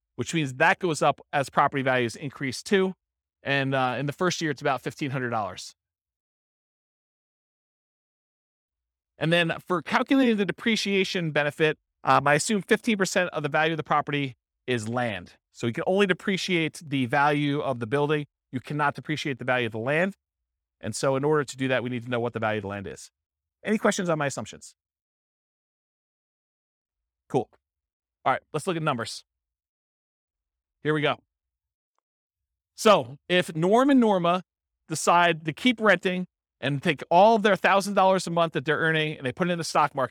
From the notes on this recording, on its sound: This was a live class recorded